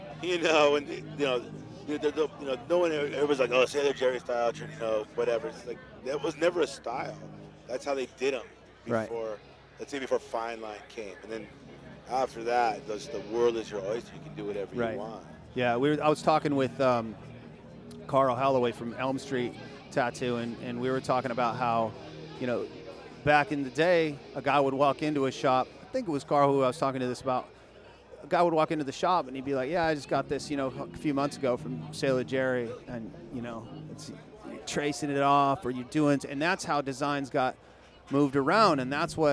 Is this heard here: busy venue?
yes